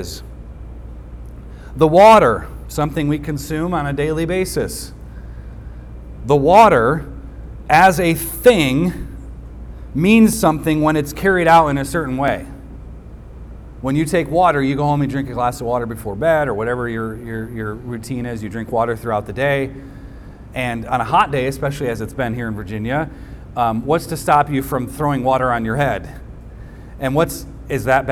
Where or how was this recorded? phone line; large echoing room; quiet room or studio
large echoing room